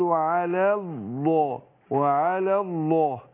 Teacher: كتير بينطق هنا يقول وعلى الله وعلى الله وعلى الله، لا اقول هنا ابين افصل بين المرقق والمفخم. عندنا لام لفظ الجلاله الله مفخمه، والياء قبلها ايه؟ مرققه